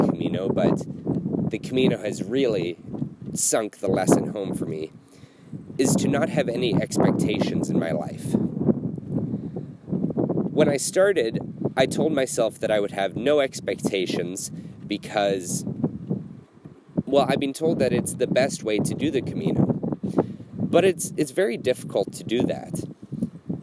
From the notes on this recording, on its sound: Recorded at the end of the Camino de Santiago in Finisterre, Spain.